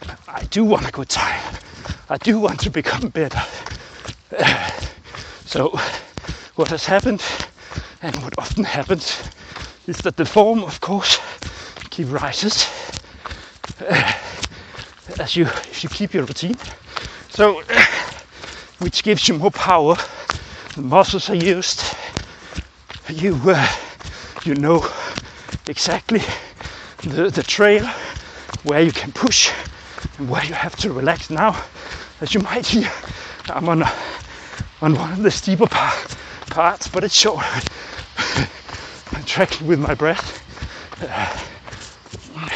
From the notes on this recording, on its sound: This episode is a live recording from my latest running routine. You get the full package here with feet hitting the ground, shortness of breath, speaking while running while I am describing the conditions on the track.